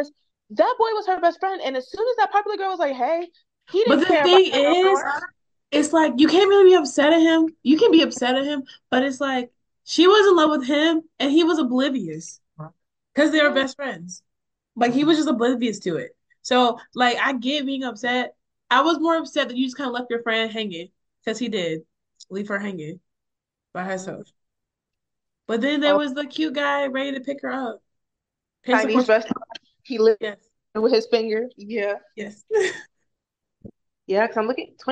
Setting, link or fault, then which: link, video call